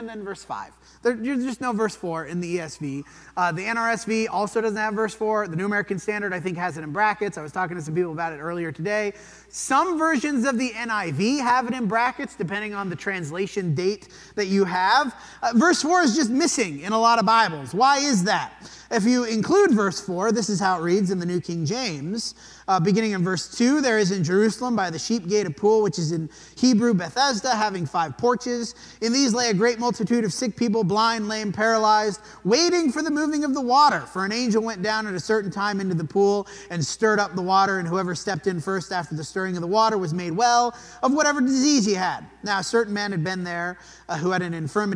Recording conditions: large echoing room